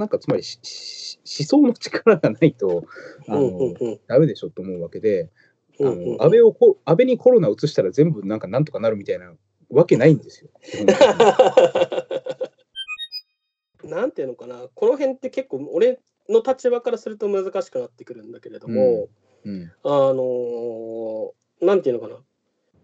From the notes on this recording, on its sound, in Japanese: 今回はCOVID-19流行に対応して「リモート録音」をしました。